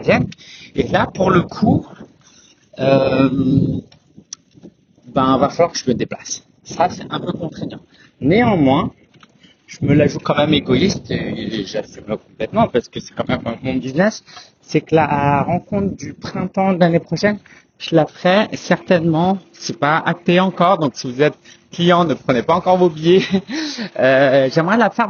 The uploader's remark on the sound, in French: Excuse-moi pour la qualité du son, j’ai enregistré cet épisode en extérieur avec du vent